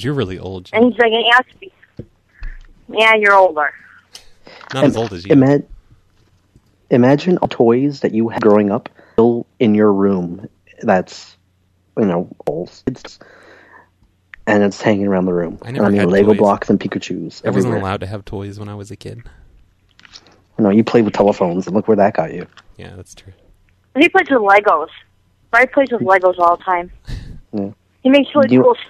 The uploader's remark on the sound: Prank Phone Calls Collection